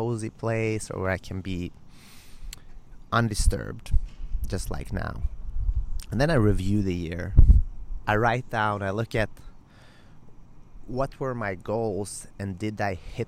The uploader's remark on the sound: Live From Gold’s Gym Venice (The Mecca of Bodybuilding). I decided to record a podcast live from Gold's Gym Venice, The Mecca of Bodybuilding.